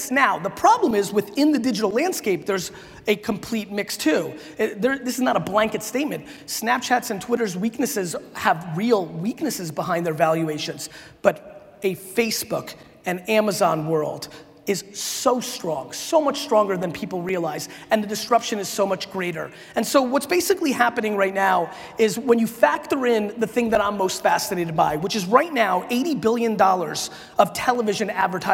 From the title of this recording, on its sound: A Keynote: SALT Conference 2017